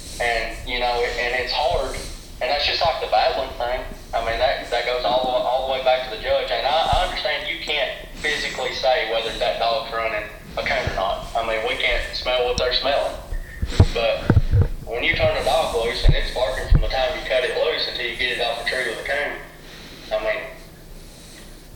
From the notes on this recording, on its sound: Houndsman XP - Semper Doggin the LIVE Call. With three individuals from different parts of the country. Our guests joined us via phone call. Coupled by LIVE input from our listeners.